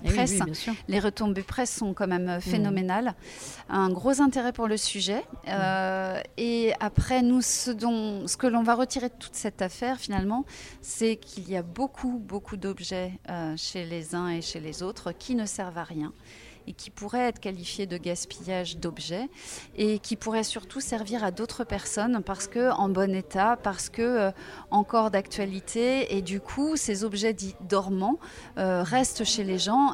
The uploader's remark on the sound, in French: J’ai tendu le micro de Radio P.O. Cette interview a été enregistrée le 27 mars dernier à Angers au siège de l’ADEME dans le cadre d’une Journée Portes Ouvertes à l’occasion des 30 ans de l’ADEME. Nous y avions animé un stand sur le home-organising.